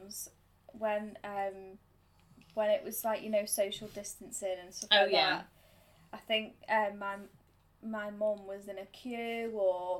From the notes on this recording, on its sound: Please be aware we are complete novices and the recording/editing isn't great but we promise we'll be better next time.